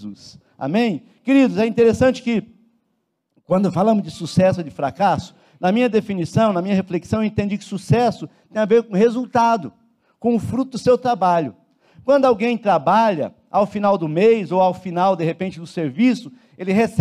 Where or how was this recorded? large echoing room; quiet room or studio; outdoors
large echoing room